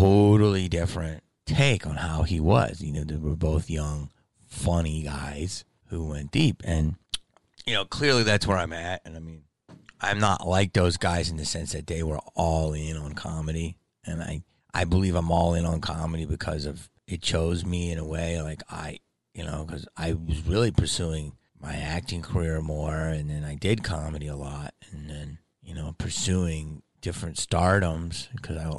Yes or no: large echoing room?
no